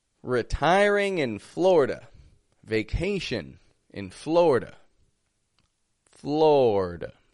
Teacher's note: But Florida, D, schwa ending. Totally weak, unstressed, quiet sound.